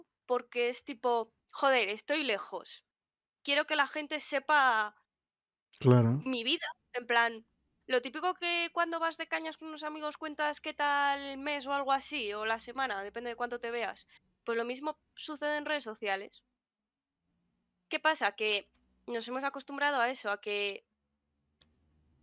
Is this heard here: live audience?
no